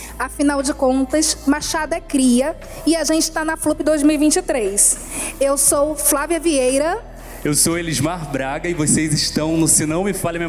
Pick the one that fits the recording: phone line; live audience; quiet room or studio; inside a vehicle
live audience